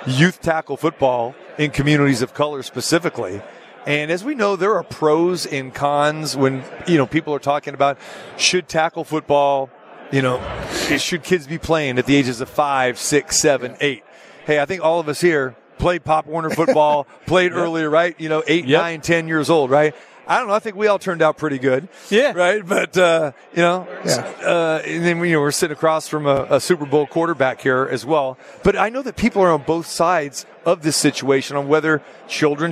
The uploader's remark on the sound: Live from Radio Row Super Bowl 58